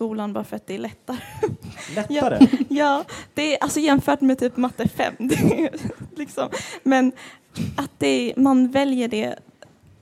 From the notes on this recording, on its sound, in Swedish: Meningen med livet (live-special). Hade vi en live-show! Vi tackar alla som kom och medverkade i vår filosofiska diskussion.